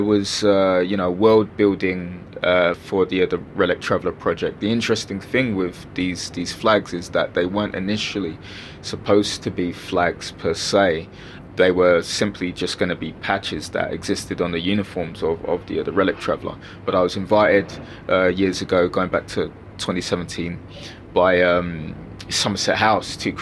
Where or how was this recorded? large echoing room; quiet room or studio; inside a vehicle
inside a vehicle